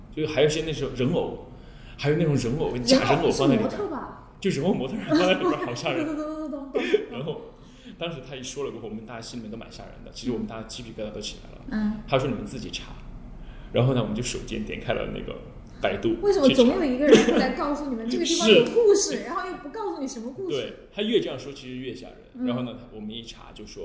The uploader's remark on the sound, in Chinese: 这期聊天节目是现场听众最多的一期，每个人都听得聚精会神，津津有味。